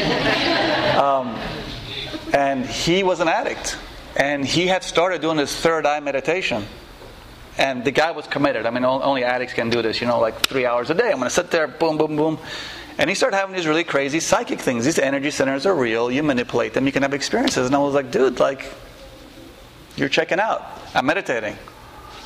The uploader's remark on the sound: This lecture and Q&A session was recorded on February 6, 2012, at The Shala Yoga House in NYC.